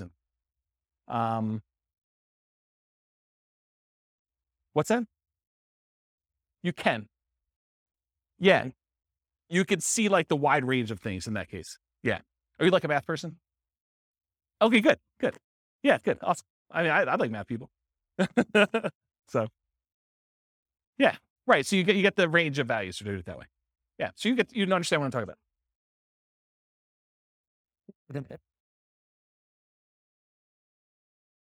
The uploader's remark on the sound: This was a live class recorded